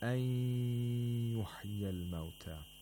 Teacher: So we have إضغام of نون ساكنة into ياء مع الغنة along with nasalization. So we have to nasalize the ياء and hold it nasally for two vowel counts